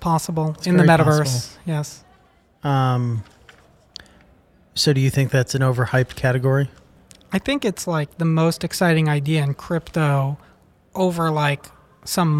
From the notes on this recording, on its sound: recorded at Messari Mainnet 2022